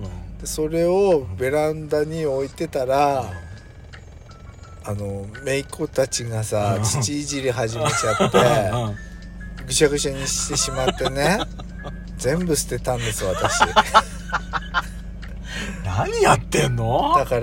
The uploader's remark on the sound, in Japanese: パーキング収録